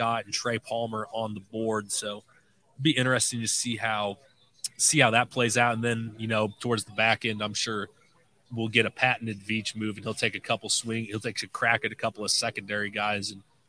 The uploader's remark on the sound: Live from the NFL Draft Night 2